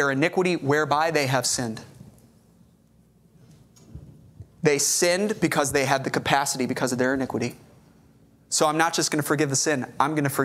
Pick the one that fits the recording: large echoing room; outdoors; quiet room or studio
large echoing room